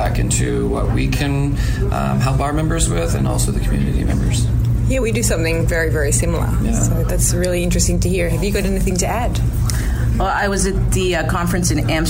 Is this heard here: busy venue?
yes